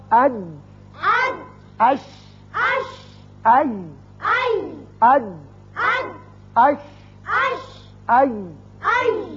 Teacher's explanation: زبان کا درمیانی حصہ جب سامنے والے تالو کے درمیانی حصے سے لگتا ہے چپکتا ہے تو یہ تینوں حروف ادا کیے جاتے ہیں